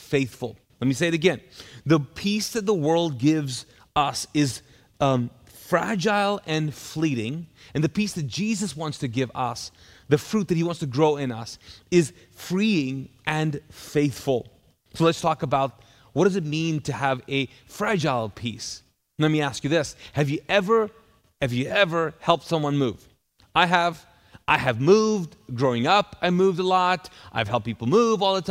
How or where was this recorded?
large echoing room